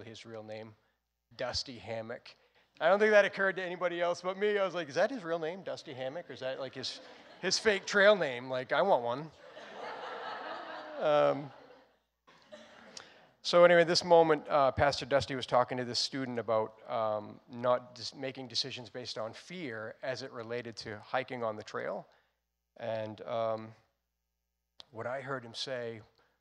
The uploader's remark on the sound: recorded on Sunday, August 15th, 2021, during service at The Anchor Church in Rockport, Maine.